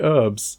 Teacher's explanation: they don't pronounce the H in America. They say herbs.